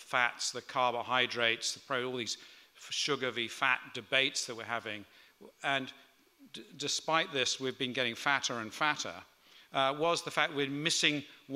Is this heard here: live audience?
yes